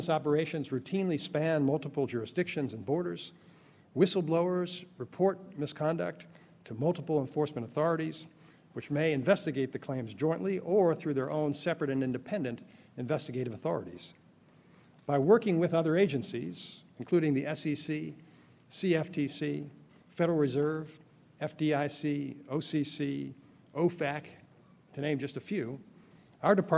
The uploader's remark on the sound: Keynote Speech at the City Bar’s 7th Annual White Collar Crime Institute. Gives the keynote address at the New York City Bar Association’s 7th Annual White Collar Crime Institute.